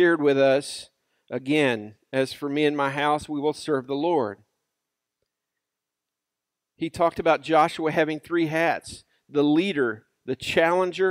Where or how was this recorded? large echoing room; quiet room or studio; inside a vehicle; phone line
large echoing room